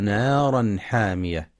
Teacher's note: ترقق النون من اسم نارا فلا يقرأ نارا بالتفخيم